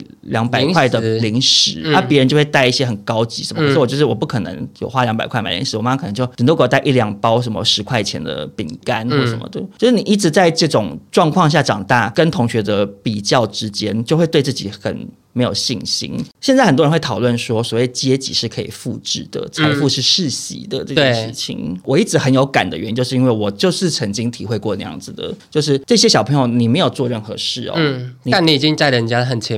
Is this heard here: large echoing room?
no